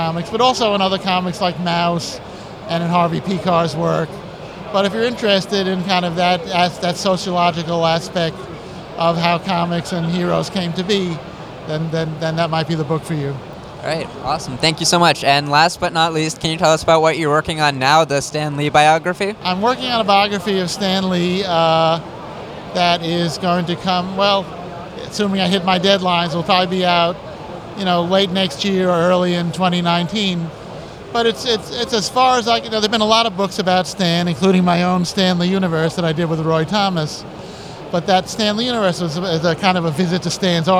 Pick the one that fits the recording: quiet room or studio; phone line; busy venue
busy venue